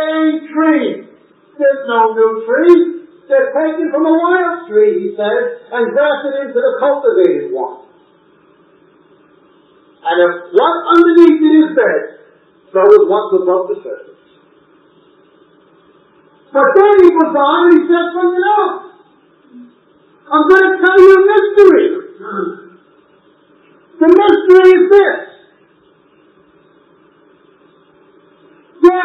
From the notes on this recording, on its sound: we apologize for the poor audio quality